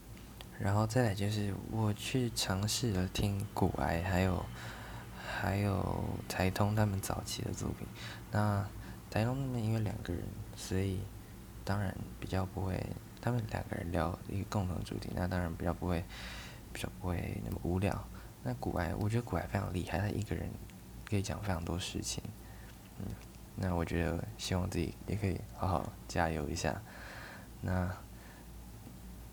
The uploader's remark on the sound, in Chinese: 大家耳機不要開太大聲啊～ 我會繼續努力讓品質好一點。錄音時間超級短。